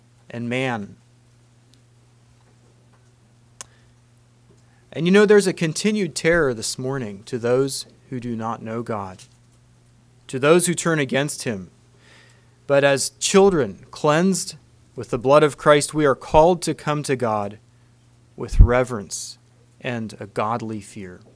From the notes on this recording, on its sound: Message preached at Word of Hope.